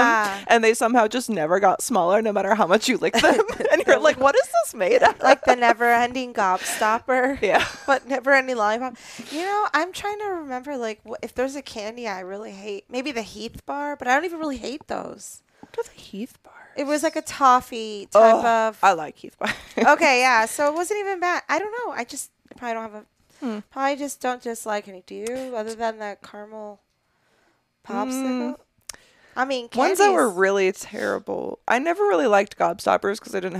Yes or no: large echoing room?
no